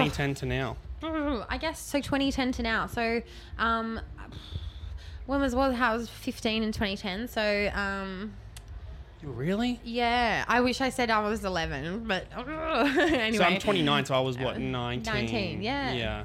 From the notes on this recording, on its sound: 'The Green Room' podcast rings in the new year at Falls Festival in Byron Bay